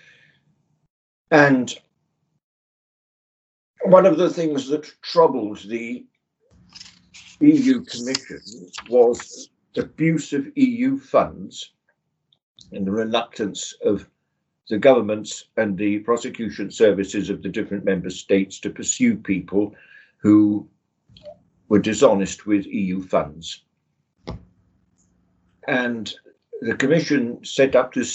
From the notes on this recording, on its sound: The interview was recorded online